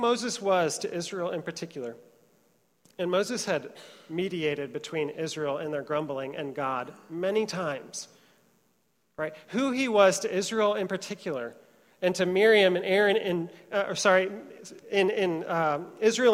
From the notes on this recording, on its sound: Trinity Church, Puerto Rico